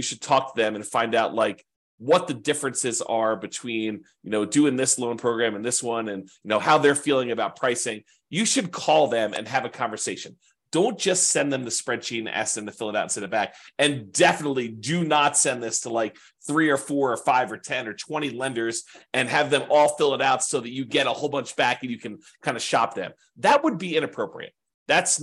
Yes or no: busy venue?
no